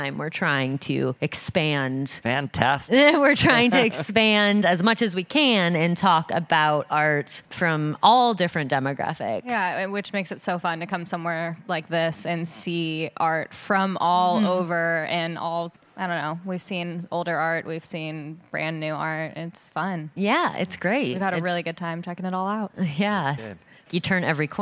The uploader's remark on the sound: Live at the L.A. Art Show. Live at the LA Art show. Join us for the first ever live Art History Babes podcast!